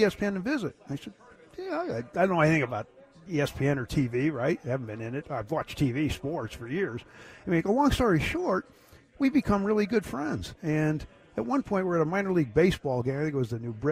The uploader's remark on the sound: from media day at the 124th Army-Navy Game in Boston